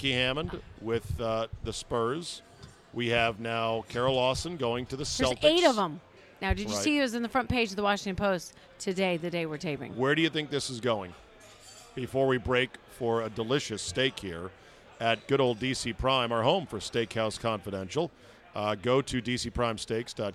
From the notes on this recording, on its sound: Recorded at DC Prime Steakhouse in Ashburn, VA.